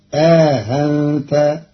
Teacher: بتسهيل الهمزة الثانية بينها وبين الألف مع إدخال ألف بين المحققة الأولى والمسهلة الثانية فتصير آهنت، وهي في إحدى لغات العرب.